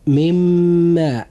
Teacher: حرف الإدغام في هذا المثال هو حرف الميم، ونوع الإدغام هو إدغام بغنة، وقد وقع بعد النون الساكنة حرف الإدغام وهو الميم، وهو من حروف الإدغام بغنة